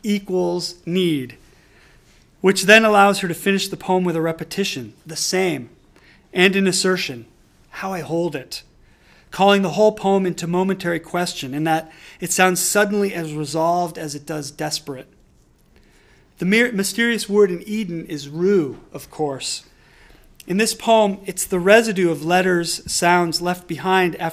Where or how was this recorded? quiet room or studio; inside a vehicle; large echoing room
large echoing room